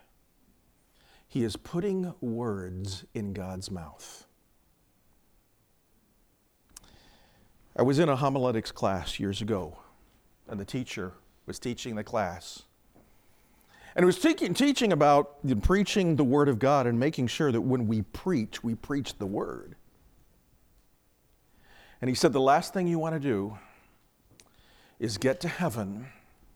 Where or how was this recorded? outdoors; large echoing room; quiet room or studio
large echoing room